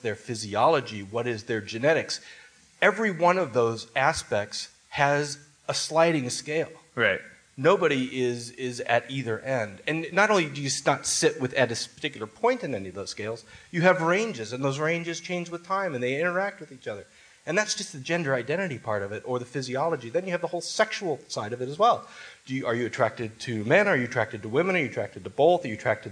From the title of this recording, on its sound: LIVE in Toronto